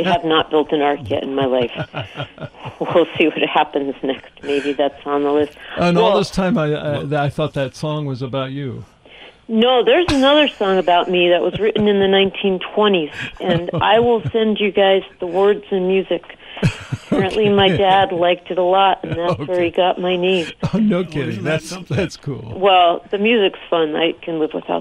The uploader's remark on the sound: After taking phone calls from listeners